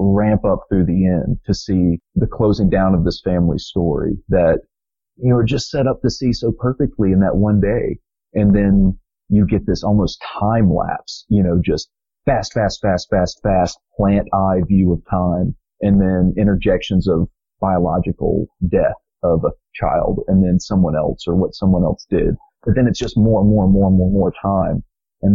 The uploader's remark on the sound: This discussion first appeared in our Not School Group. As an early recording, please bear with the sound quality.